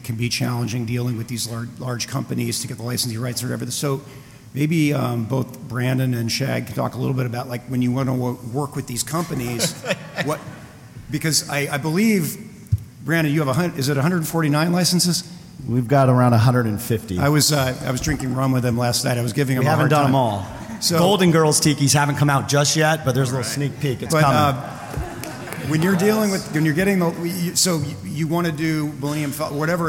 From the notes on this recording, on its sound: On this episode we podcast live from San Diego Comic-Con 2019 and bring to you the "Tiki Art & Polynesian Pop in American Culture" panel.